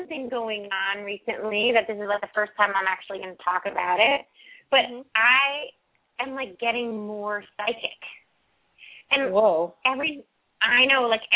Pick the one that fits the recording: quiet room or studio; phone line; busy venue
phone line